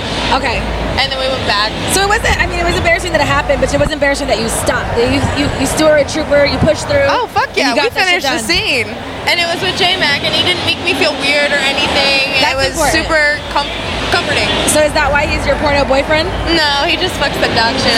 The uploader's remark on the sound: Recorded during Exxotica convention.